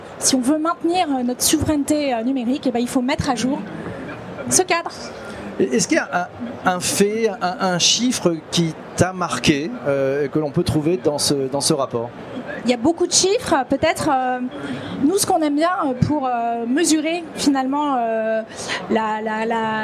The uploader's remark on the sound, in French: Enregistré en public et en direct de Vivatech 2023 sur le stand de PwC.